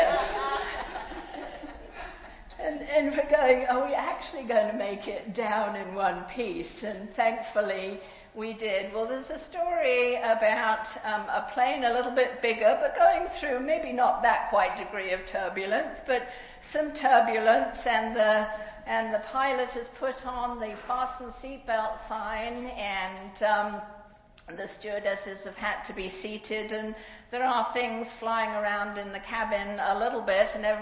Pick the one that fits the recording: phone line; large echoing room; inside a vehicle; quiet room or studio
large echoing room